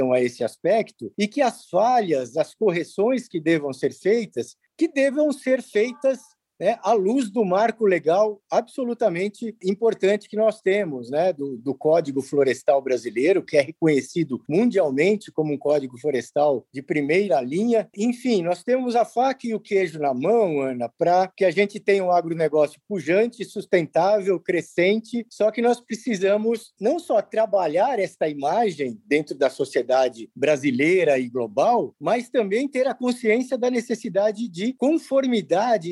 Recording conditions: video call